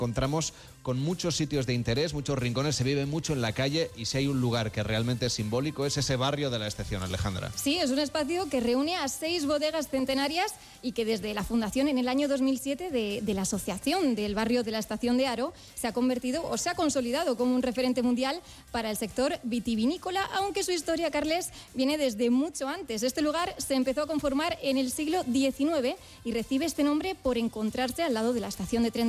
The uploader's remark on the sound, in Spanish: Haro, en La Rioja, el lugar al que se ha trasladado el equipo de Gente viajera. En directo, desde el Museo de Arte Contemporáneo “El Torreón”.